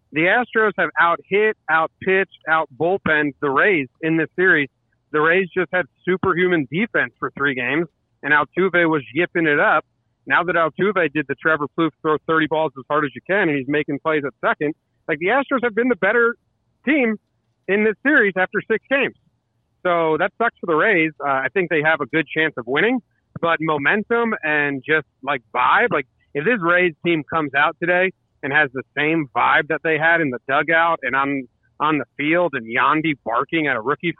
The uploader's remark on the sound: over the phone